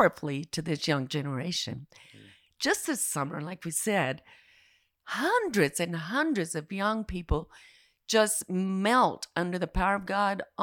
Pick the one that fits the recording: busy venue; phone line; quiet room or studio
quiet room or studio